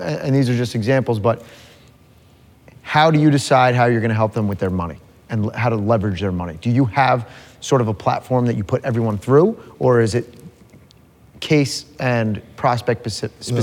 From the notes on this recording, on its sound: Live from The Vault Conference. At the famous Diplomat Beach Resort.